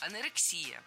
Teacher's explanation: Ударение ставим на предпоследний слог, на «и». Анорексия. Хотя многие ударяют это слово неверно.